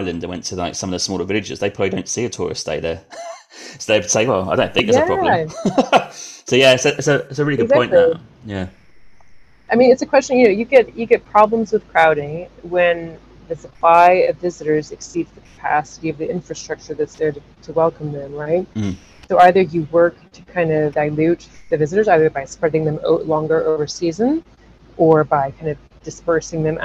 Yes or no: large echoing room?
no